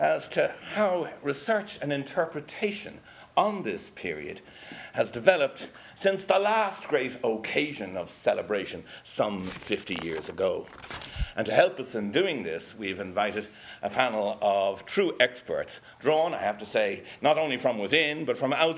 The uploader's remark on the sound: The Launch of 'Trinity in War and Revolution 1912-1923' was preceded by an expert panel discussion in the Printing House, Trinity College Dublin, at 6.30pm on Monday December 7th 2015.